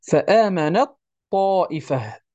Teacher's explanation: أدغمنا التاء في الطاء بسبب التجانس